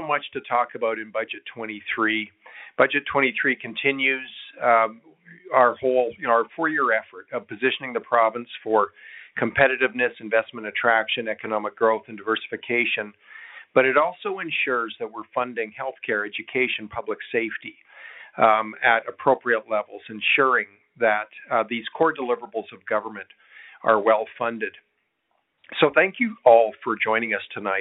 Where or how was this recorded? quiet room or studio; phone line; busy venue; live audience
phone line